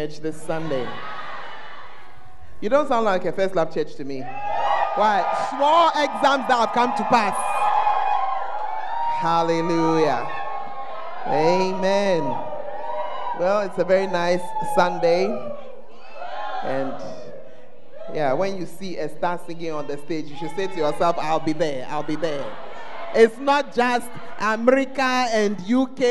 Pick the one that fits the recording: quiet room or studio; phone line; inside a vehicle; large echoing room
large echoing room